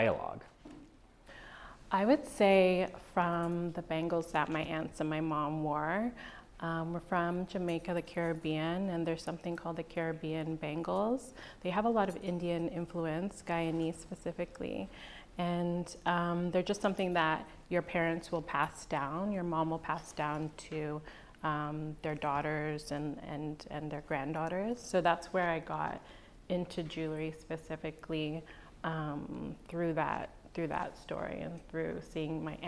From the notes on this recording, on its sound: In front of a live audience. Held in a live format at the Pinterest Canada headquarters in Toronto.